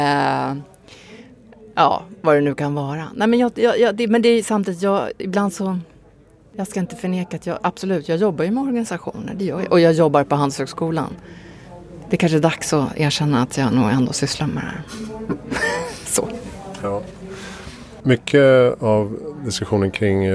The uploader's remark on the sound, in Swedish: Inspelat på Epicenter Stockholm under SIME Conference